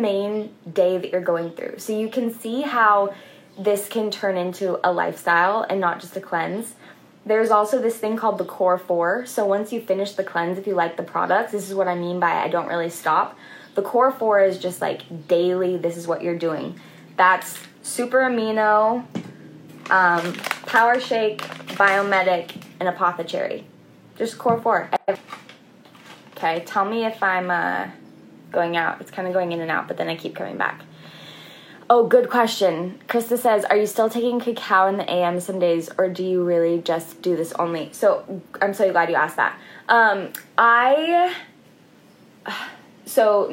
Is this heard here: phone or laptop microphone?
yes